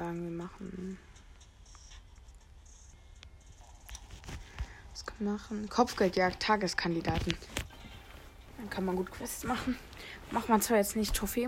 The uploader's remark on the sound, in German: Der sound ist noch schlecht ich weiß